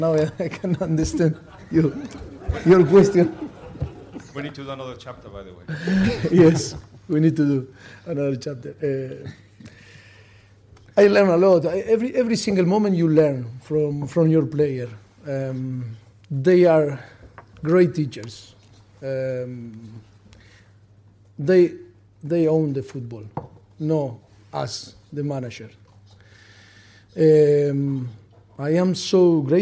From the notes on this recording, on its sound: POST MATCH PRESS CONFERENCE